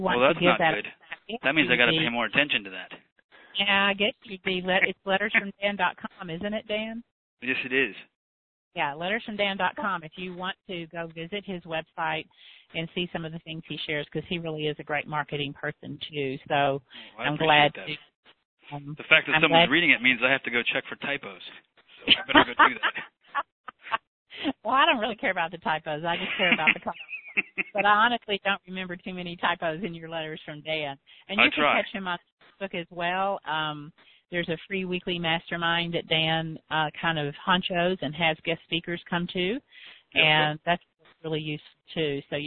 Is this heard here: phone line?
yes